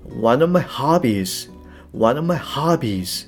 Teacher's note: hobbies これはまあ高く長めに、まあ、しっかりと発音する